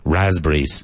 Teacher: The P is really silent.